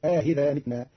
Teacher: قرأ قالون كلمة أئذا بتسهيل الهمزة الثانية بين بين مع إدخال ألف بين المحققة والمسهلة، فتصير آهذا متنا جمعا بين اللغات عند بعض العرب.